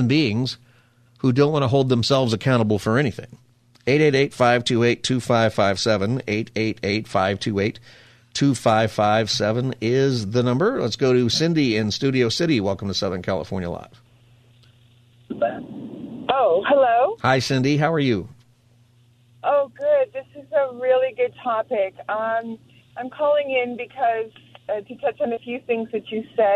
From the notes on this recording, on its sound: Callers also call in to share what is on their mind on this open phone Friday.